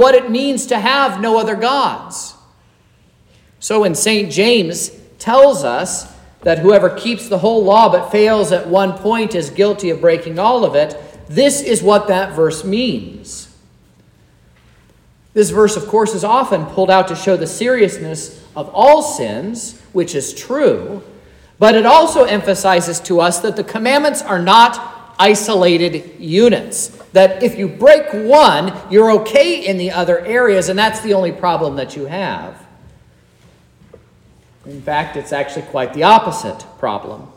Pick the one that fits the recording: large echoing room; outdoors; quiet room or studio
large echoing room